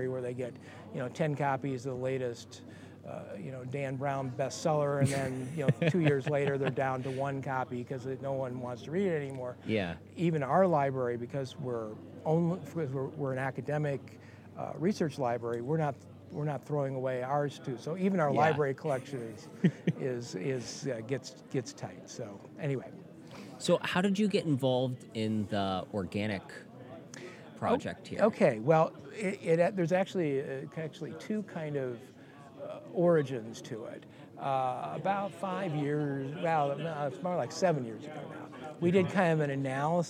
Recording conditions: busy venue